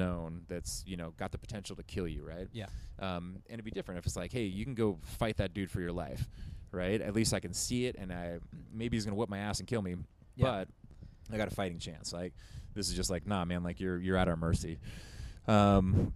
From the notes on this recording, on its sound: Live from the CrossFit Games. We are LIVE in Madison, WI at the 2023 NoBull CrossFit Games and sit down in the Mayhem Lounge.